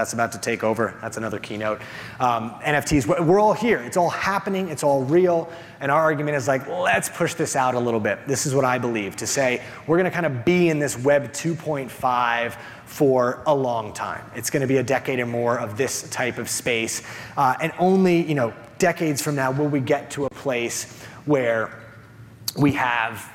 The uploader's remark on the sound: replaying his session from the Retail Innovation Conference & Expo 2023